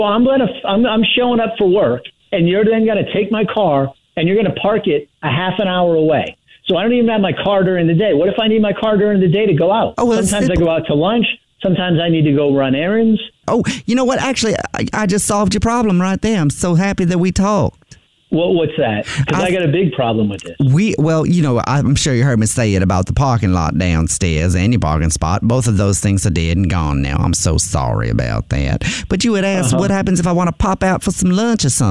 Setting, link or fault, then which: link, phone line